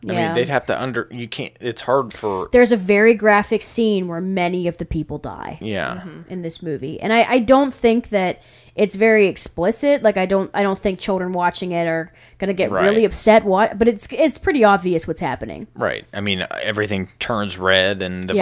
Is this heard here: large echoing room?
no